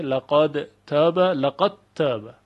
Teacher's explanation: در روایت دوری از ابی عمرو بصری، دال در تا ادغام میشه